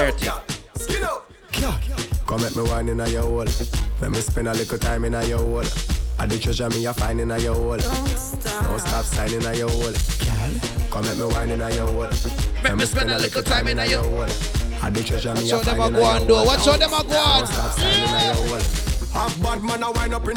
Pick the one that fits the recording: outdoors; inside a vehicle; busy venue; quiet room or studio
busy venue